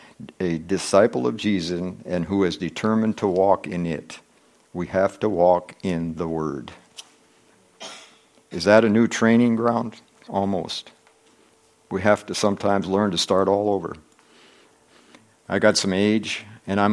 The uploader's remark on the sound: From the Wednesday service on September 27, 2023 at Harvest Bible Church in Stockton, California.